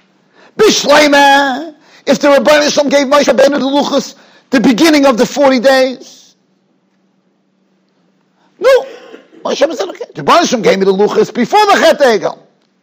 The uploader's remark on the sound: Shiur recorded in Yeshivas Ohr Reuven, Monsey, NY.